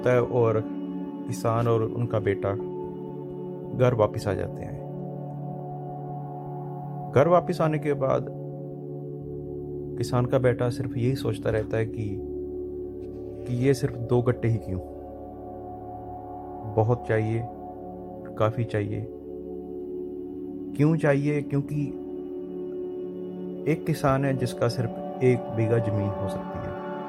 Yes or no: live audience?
no